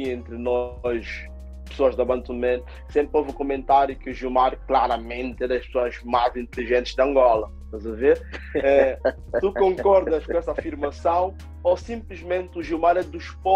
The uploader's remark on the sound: via Zoom